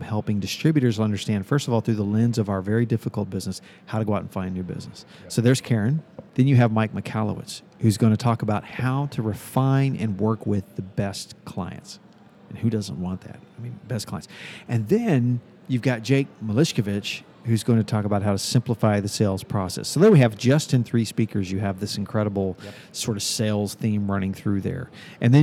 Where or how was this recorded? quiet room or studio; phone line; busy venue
busy venue